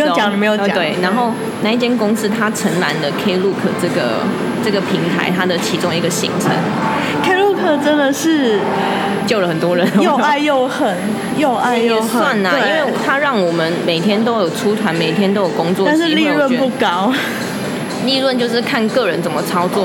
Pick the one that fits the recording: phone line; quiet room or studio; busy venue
busy venue